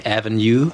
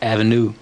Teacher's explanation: But then there's some variables like avenue, where 80% of all Canadians in Vancouver, they cling on to the yod · Shown in: first take · so they say avenue, whereas you'd be hard pressed to find an American saying avenue.